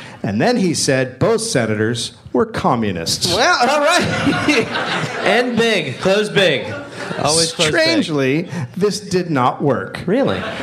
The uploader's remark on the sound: Live in Durham, NC